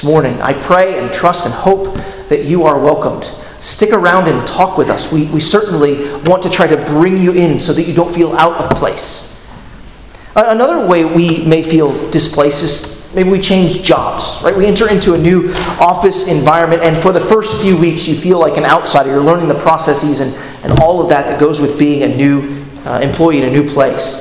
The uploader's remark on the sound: at Arlington Baptist Church in Arlington, Virginia